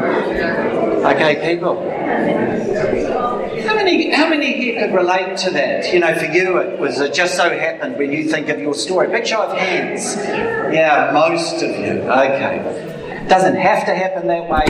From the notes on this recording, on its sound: Apologies for the audio quality...